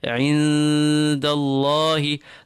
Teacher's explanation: We apply the rule of ikhfa'ya. We keep the noon light. Apply ghunna to it.